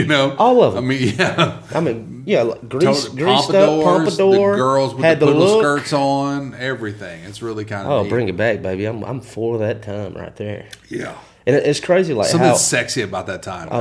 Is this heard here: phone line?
no